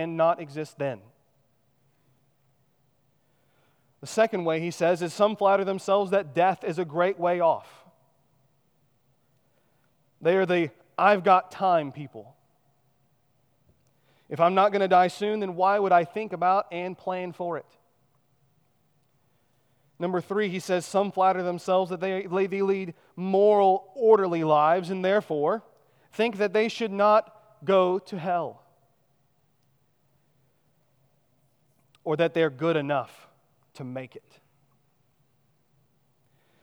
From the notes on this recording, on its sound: at Chaffee Crossing Baptist Church in Barling, AR